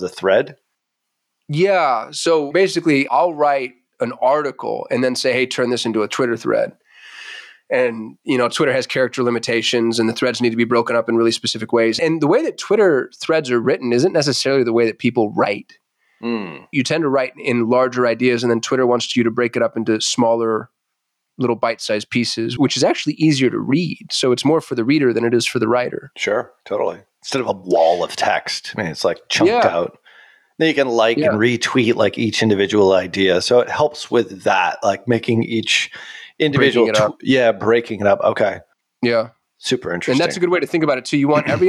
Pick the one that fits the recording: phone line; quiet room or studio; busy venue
quiet room or studio